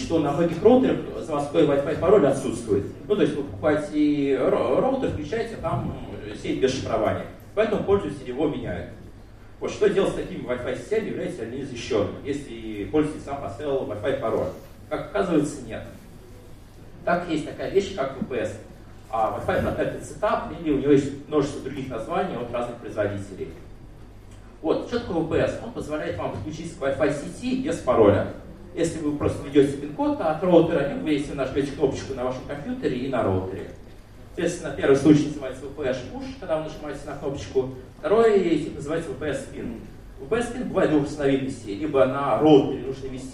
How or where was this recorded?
live audience